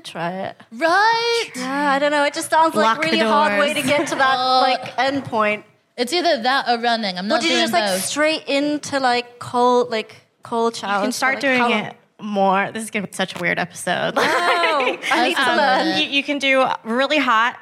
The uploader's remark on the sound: Recorded 16 September 2022 at 21Soho in London.